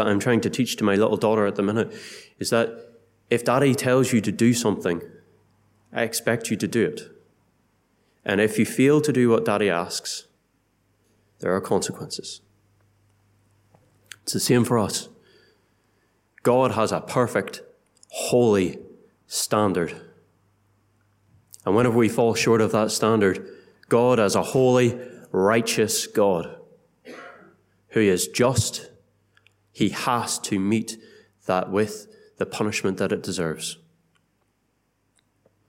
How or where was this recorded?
large echoing room